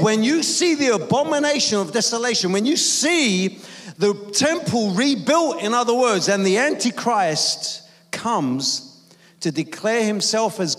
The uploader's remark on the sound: preaching at a Church in Thailand